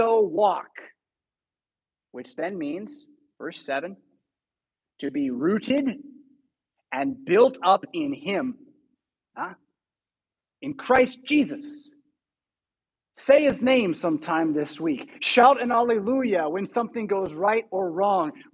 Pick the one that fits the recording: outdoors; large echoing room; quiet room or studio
large echoing room